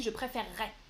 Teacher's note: Préférerais, et là c'est un R qui est long.